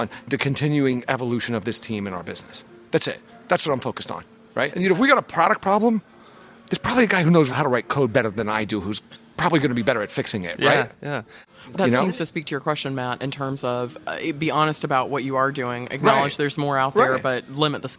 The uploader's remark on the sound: joined us live at VMworld 2016